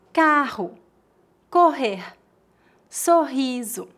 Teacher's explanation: a pronúncia é a mesma do R em começo de palavras, H, como a letra H no inglês. Veja alguns exemplos.